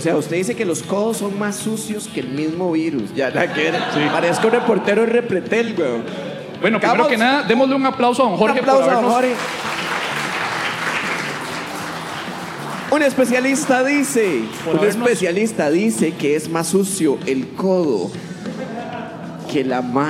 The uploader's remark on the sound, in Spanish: En este episodio en vivo desde Artisán Brew Pub